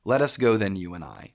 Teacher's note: Seven syllables, and you have stress, unstressed, stress, unstressed, stressed, unstressed, stressed. · If it's seven syllables and there's alternations between one stressed, one unstressed, one stressed, one unstressed syllable, you get a very interesting line of seven syllables that begins with a stressed syllable and ends with a stressed syllable · Term: classic hymn meter